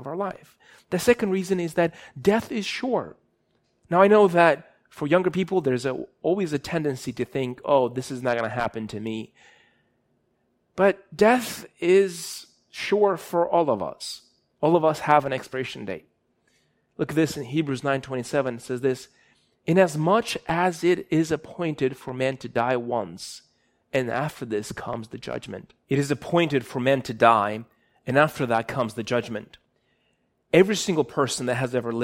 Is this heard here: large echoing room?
yes